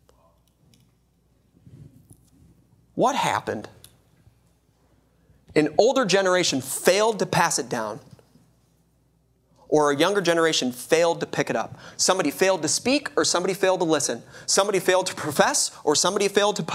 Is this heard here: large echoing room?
yes